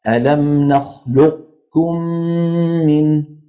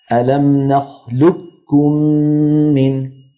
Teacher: بإبقاء صفة الاستعلاء بالنطق بقاف مفخمة غير مقلقلة يتلوها كاف مضمومة · Shown in: first take · بإدغام القاف في الكاف إدغاما كاملا فلا يبقى للقاف أثر ويكون النطق بكاف مشددة